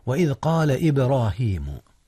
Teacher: قلقلة جاءت هنا في باء إبراهيم يا أستاذنا